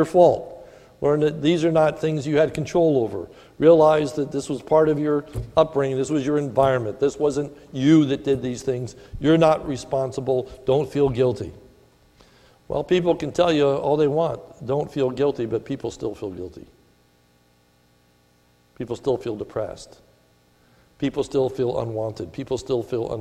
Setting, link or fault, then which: setting, large echoing room